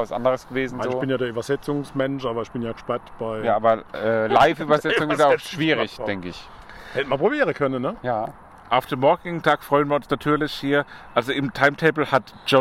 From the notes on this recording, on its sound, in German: Maifeld Derby Festival Tag 1. Wir melden uns live vom Maifeld Derby!